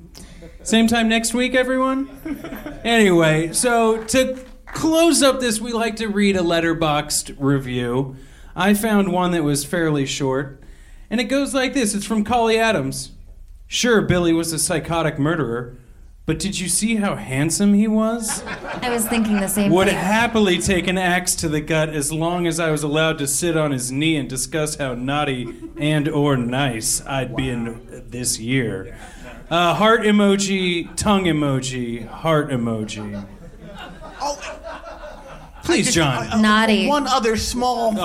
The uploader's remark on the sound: Live from Alamo Drafthouse NYC